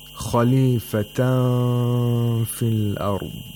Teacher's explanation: the upper front teeth get really close to the lower lip, but they don't touch the place of articulation of fa. And this is ikhfa.